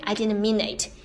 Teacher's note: 这边的一个 mean 和 it 会有个连读啊，因为呢这个字母 n 和后面这个 it 连接在一起了，就变成了一个 nit